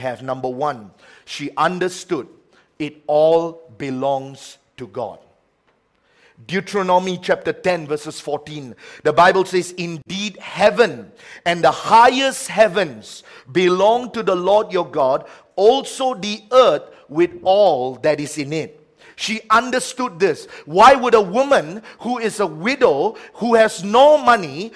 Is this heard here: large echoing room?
yes